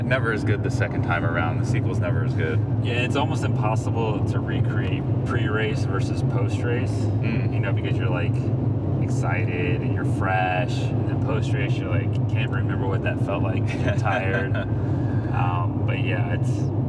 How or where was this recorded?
inside a vehicle